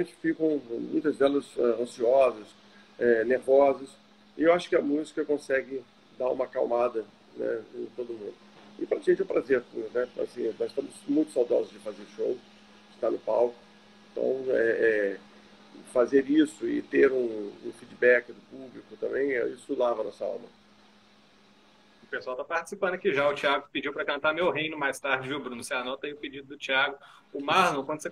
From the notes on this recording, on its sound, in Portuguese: ao vivo no Instagram da Alvorada FM